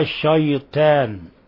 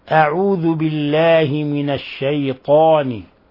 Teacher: ومن الأخطاء تحول الطاء إلى تاء من كلمة الشيطان، وهذا يقع للأعاجم ولبعض الضعفاء في اللغة، فيقرأ الشيطان، وإنما الطاء حرف مفخم وحرف استعلاء وحرف إطباق، فلا بد من تفخيمه، وهو من أكثر الحروف تفخيما · Shown in: second take